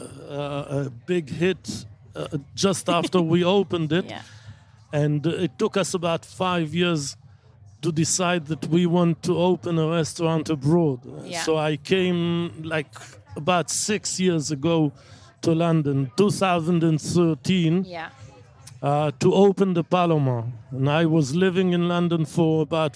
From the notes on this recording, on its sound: at Wilderness Festival, in Oxfordshire